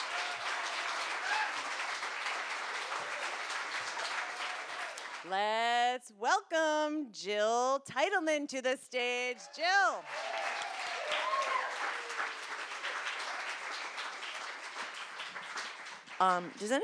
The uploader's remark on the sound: These stories were recorded in front of a live audience on August 14th, 2018 at Wellfleet Preservation Hall in Cape Cod, Massachusetts.